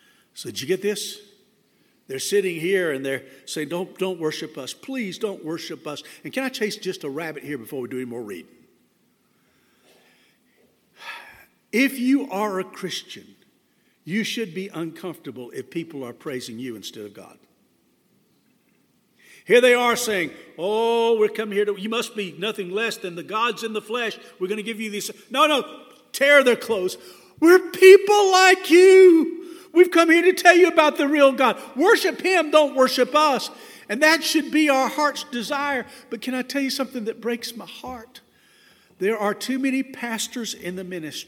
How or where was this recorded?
large echoing room